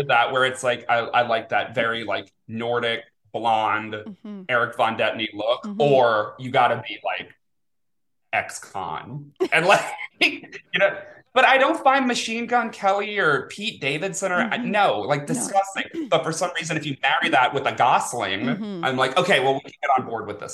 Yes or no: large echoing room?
no